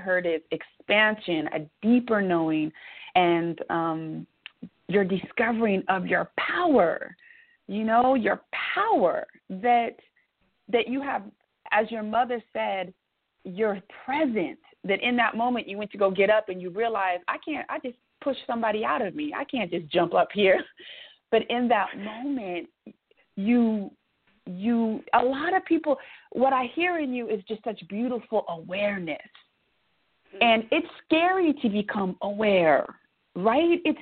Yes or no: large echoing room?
no